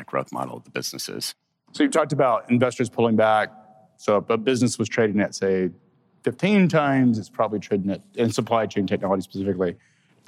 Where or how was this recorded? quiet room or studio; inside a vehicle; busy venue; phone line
busy venue